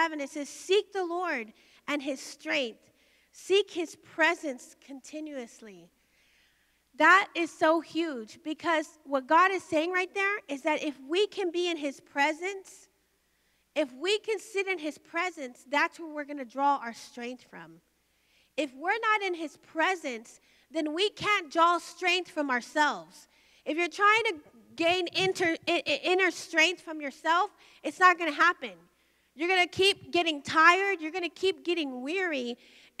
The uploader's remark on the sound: Recorded live by Media Revival TV on location from the Emerging Streams Apostolic Center.